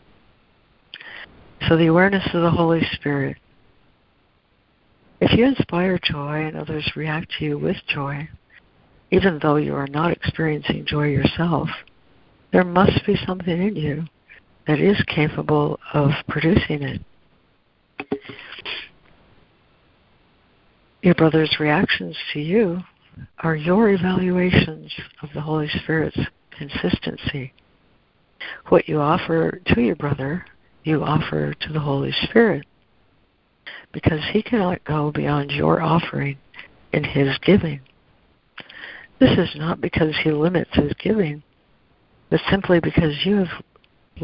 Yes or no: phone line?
yes